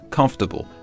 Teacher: You can skip the sound after the F and just go straight into the tubble sound.